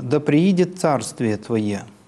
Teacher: «Да приидет царствие Твое» начинается с основного тона и содержит только повышение. В слове «царствие» на слоге «ца».